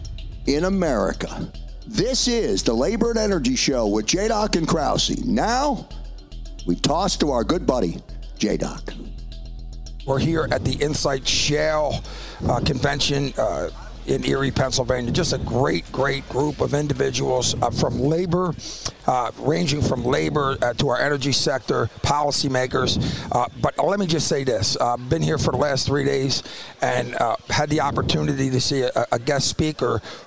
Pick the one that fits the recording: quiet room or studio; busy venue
busy venue